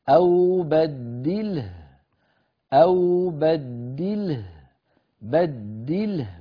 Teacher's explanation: فنجمع بين سكون اللام وسكون الهاء بسبب الوقف، وهذا من المواضع التي تغتفر في لغة العرب من الجمع · Term: الجمع بين الساكنين